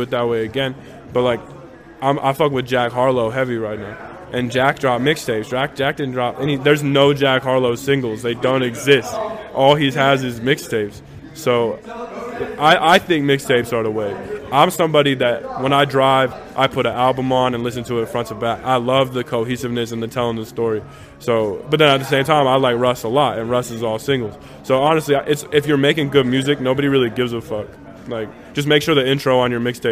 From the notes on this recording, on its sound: Recorded at South Sixth Bodega. Tucson.